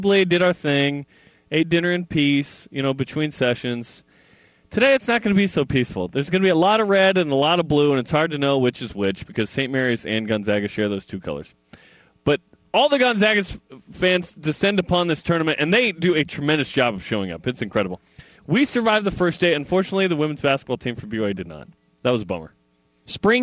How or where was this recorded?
busy venue